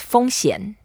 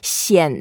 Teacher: xián is the third tone, so we have to go down a bit and go up later